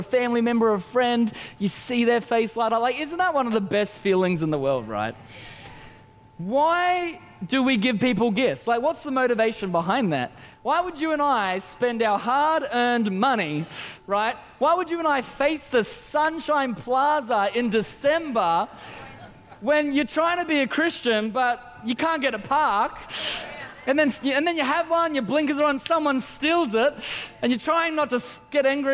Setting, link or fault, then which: setting, large echoing room